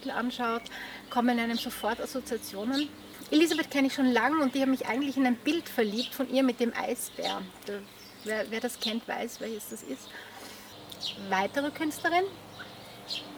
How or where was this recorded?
outdoors